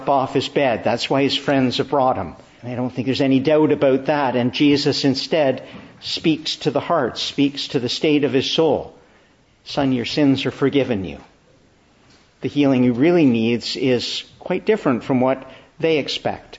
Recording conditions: large echoing room